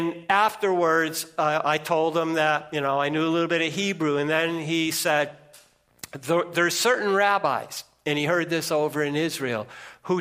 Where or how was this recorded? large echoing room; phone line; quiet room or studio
large echoing room